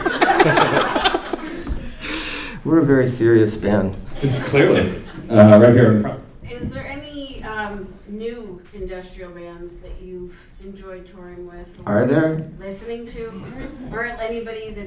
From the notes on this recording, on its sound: The panel took place at Dark Side Of The Con 3, presented by VampireFreaks. The con crowd’s great questions.